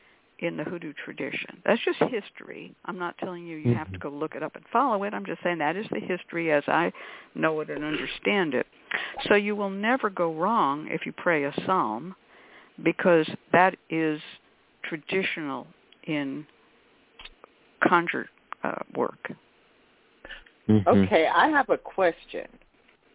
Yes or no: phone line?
yes